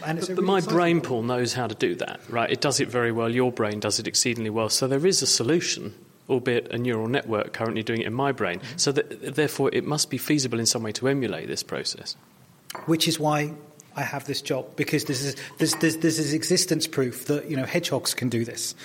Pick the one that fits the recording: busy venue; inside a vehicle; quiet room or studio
busy venue